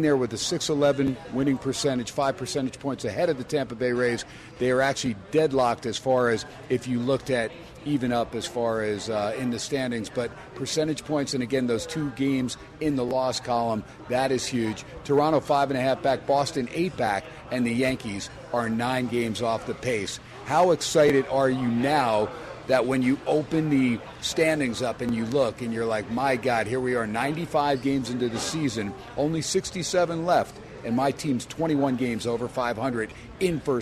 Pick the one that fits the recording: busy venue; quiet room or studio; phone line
busy venue